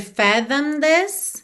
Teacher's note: O E não é pronunciado e o D já está ligando no this